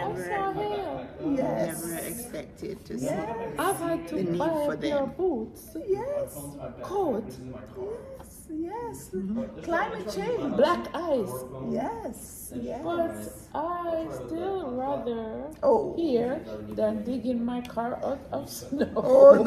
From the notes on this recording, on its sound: OSO STEELPAN PANORAMA LIVE COVERAGE INTERVIEWS. Interview highlights from OSO's Live Coverage of the Steelpan Panorama Finals.